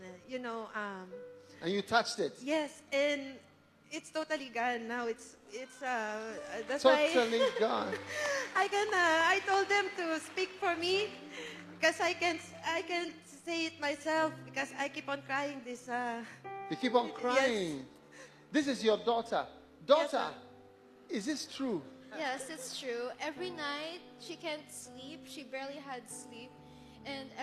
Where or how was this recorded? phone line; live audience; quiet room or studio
live audience